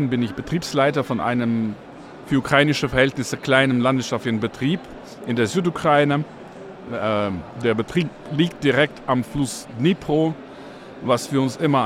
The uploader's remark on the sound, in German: live auf der Agritechnica